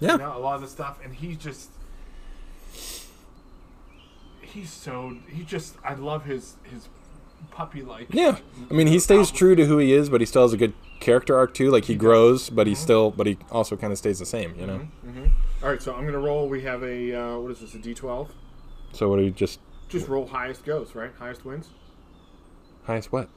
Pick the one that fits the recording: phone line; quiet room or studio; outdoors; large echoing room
outdoors